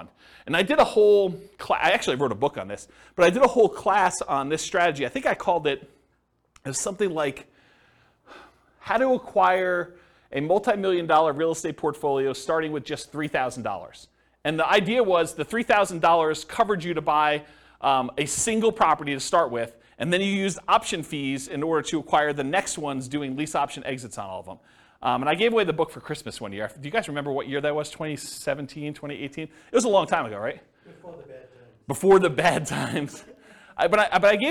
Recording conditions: live audience